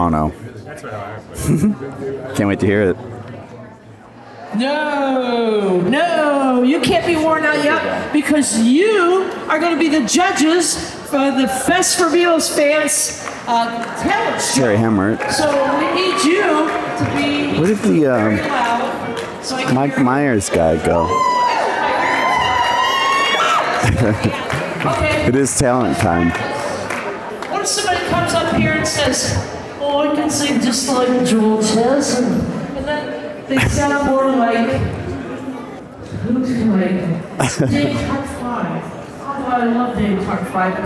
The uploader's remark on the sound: Beatlefest 2023 Part 2: Live from the Fest Floor.